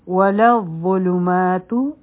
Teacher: دا غټ حرف دی او د دې لپاره به زمونږ ژبه د بر غاښونو د لاندې راځي لږ شان به ټیپ بهر وي او دا غټ حرف هم دی د ذال په شان دی